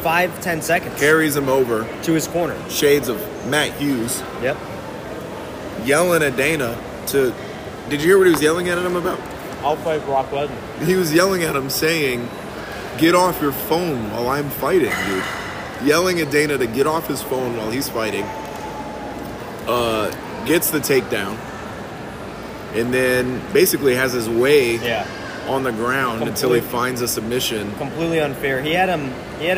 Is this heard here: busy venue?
yes